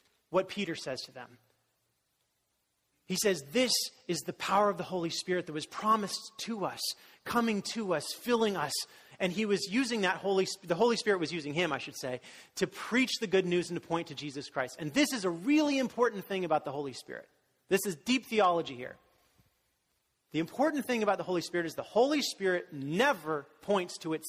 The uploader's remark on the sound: was delivered during the Contemporary Worship service